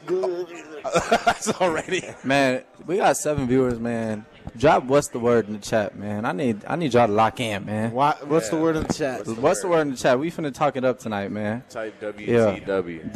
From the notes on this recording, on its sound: Live from Daq Shack!